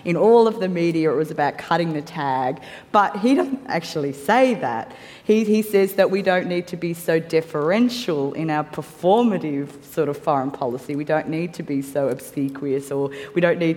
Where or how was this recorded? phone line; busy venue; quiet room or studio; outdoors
busy venue